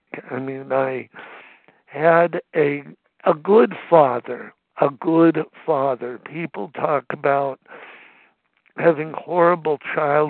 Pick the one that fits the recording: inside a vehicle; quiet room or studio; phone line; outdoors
phone line